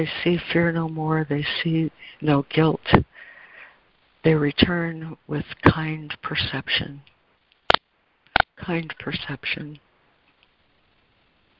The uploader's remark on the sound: ACIM Daily Conference Call.